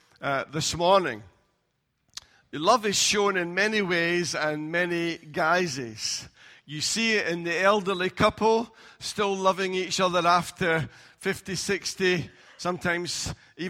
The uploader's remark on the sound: Recorded at freedomcentre church, Preston.